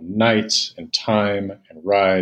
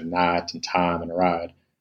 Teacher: replacing consistently the I sound with the monophthong ah sound · Shown in: second take